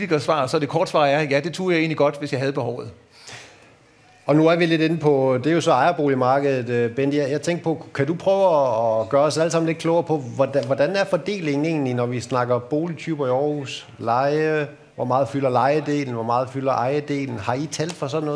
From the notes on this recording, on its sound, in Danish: udsendelsen er optaget under Aarhus Festuge foran et publikum i Jyske Bank LIVE-studiet på Strøget, Søndergade 5.